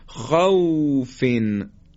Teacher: واو ساکن ما قبل مفتوح رو خیلی نرم ادا می کنیم